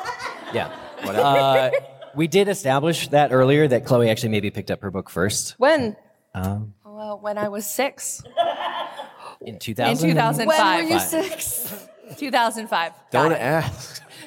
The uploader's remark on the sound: This LIVE recording from LeakyCon 2023 at McCormick Place in Chicago IL! Our audience-participatory mega show.